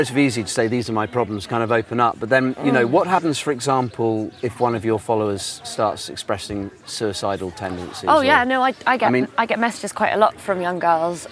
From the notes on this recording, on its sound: It's the second batch of recordings that I made at The DO Lectures in West Wales in July 2017.